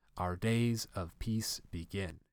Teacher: And you can hear in the delivery the unstressed followed by stressed. · Term: iambic meter